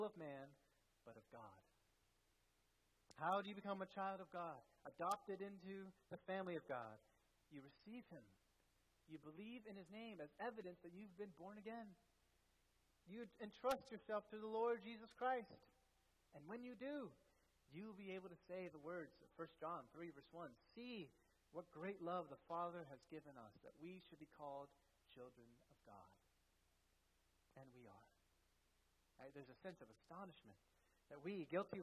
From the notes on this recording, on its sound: At First Baptist Church in Delphi, Indiana.